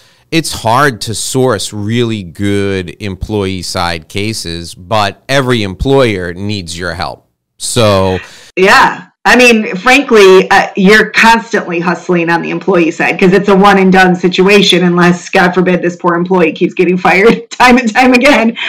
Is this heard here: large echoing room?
no